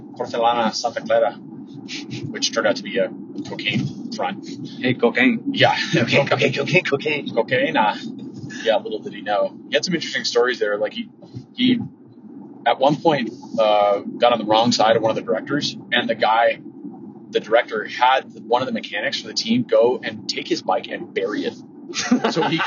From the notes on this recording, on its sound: It is technically a CARPOD, as we are driving to Steamboat, Colorado